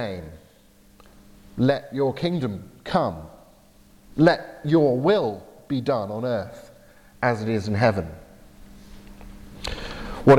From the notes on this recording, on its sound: delivered at Portrush Presbyterian Church in Northern Ireland